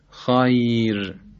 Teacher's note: مثلا ذلک خیر، خیر. اینجا حرف را که ساکن شده به خاطر یا ساکن ترقیق میشه، خیر، هرچند قبلش فتح هم باشه، این یه اون فتح رو از بین میبره و باعث ترقیق میشه.